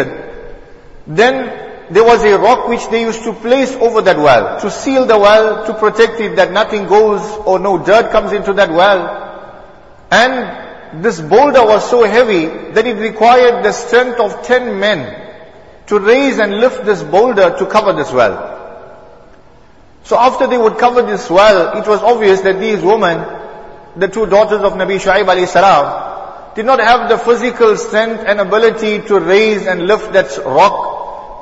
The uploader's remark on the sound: Jumuah lecture